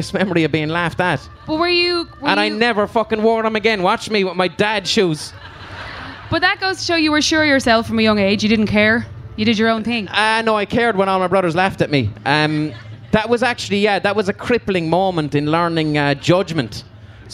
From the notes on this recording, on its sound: Live from Electric Picnic 2019